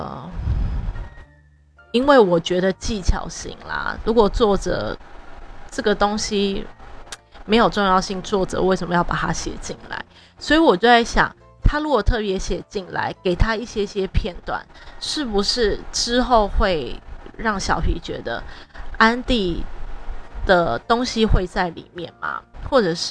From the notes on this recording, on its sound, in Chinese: 一開始就會有大雜音，建議大家把音量調小。因為錄音設備配置區域有改變，又風扇風力開太強，熊熊直接吹進麥固。回播時確定造成雜音，請見諒視聽，之後會把電風扇調小～超熱。